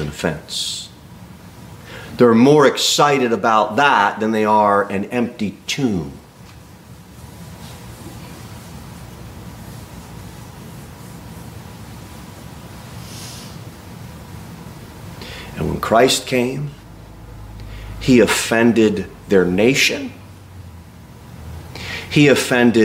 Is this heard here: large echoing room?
yes